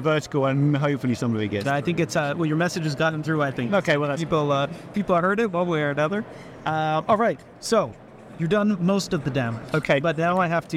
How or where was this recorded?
busy venue